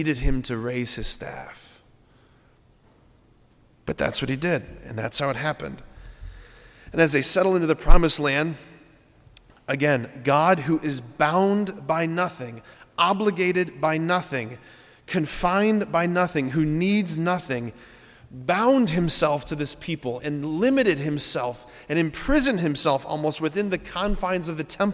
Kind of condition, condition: setting, large echoing room